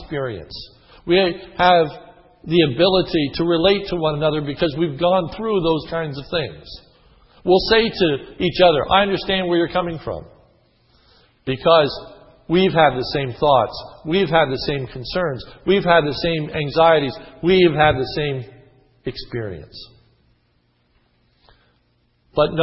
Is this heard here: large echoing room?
yes